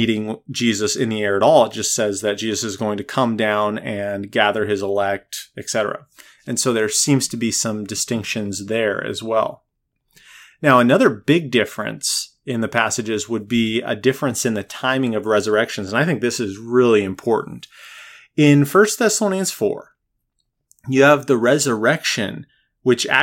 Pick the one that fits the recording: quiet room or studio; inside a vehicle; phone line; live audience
quiet room or studio